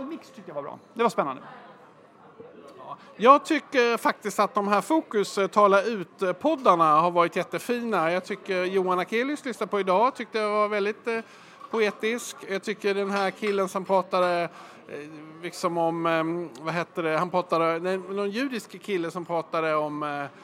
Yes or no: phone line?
no